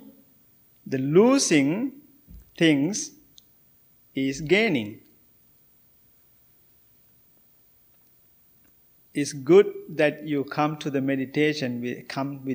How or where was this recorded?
large echoing room